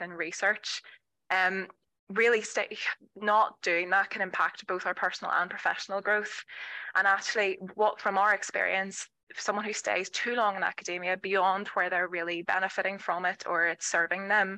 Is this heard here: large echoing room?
no